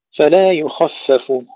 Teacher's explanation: تفخيم الخاء وتدقيق الفاء